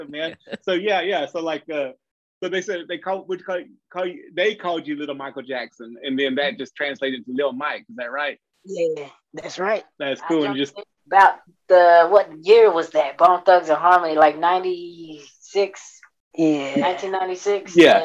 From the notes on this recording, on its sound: There are some audio difficulties so please be forgiving!